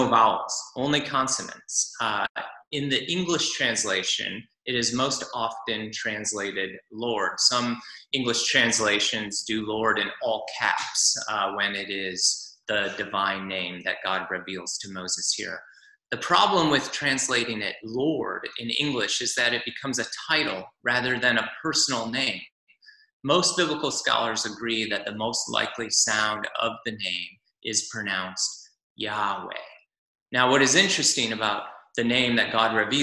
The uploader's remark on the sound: Zoom Church.